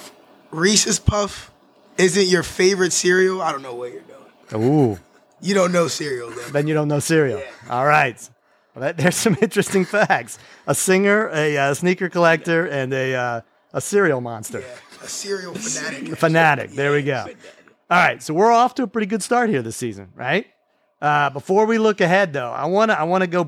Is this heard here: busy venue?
yes